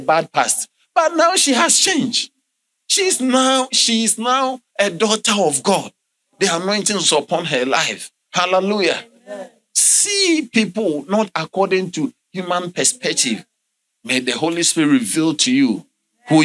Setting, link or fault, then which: setting, large echoing room